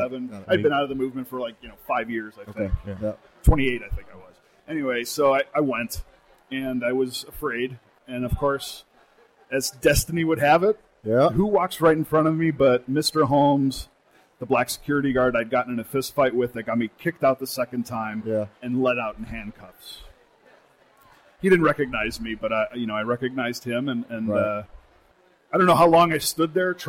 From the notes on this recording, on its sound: While on location in Nashville at NAIS' People of Color Conference